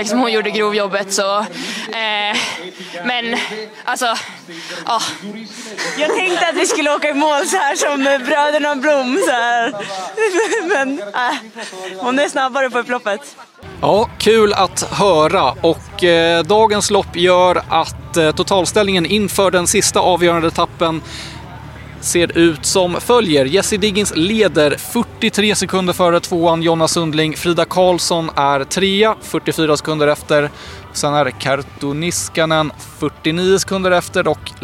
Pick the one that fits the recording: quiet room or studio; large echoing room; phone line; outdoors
outdoors